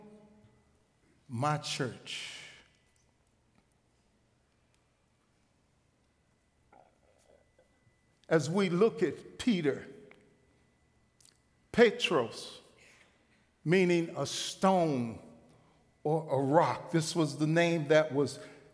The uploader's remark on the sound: Recorded live at The Fellowship at Two Rivers on July 28, 2019. TR campus.